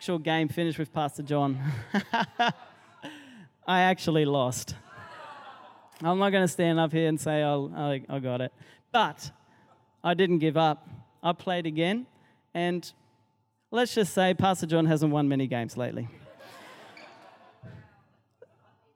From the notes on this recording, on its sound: Recorded during our 5pm service on Sunday, the 5th of February 2023